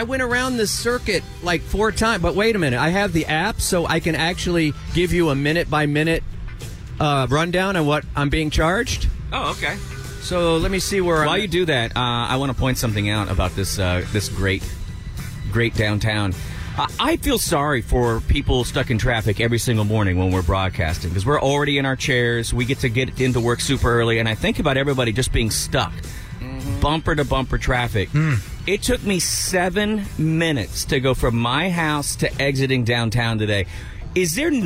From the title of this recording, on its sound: Live From Republic Square